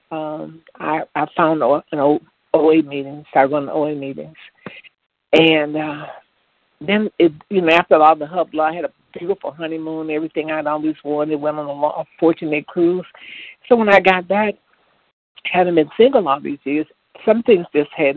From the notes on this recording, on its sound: 100 Pounders Phone Meeting on 12/2/20.